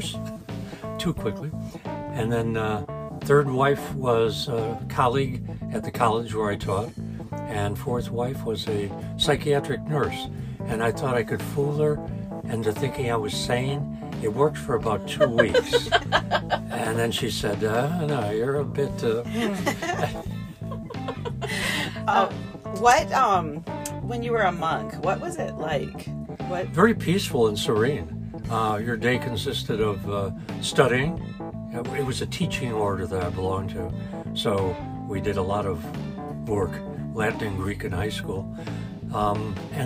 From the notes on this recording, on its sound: joins us in the UpNorthLive Hive party bus (AKA the news live truck!